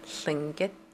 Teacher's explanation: Tlingit is a tonal language, and so your tone will go, it's a high tone at the end, so your voice will go up at the end